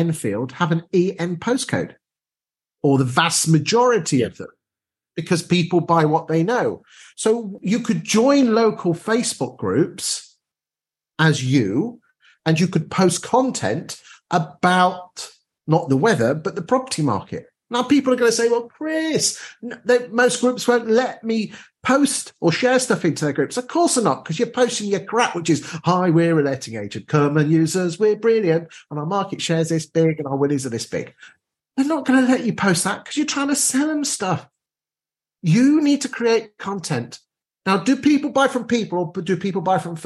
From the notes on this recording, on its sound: This Newsagent episode is a recording of our webinar on how to stay competitive and boost your landlord portfolio.